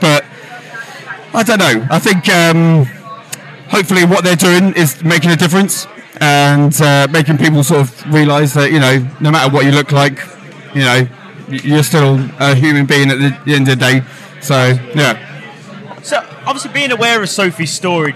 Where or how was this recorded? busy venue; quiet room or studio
busy venue